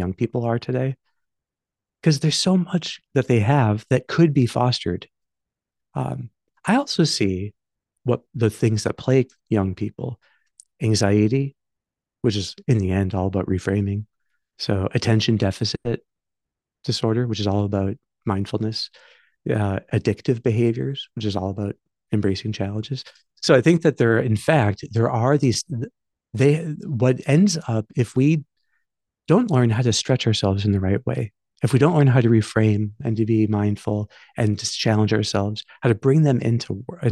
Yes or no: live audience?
no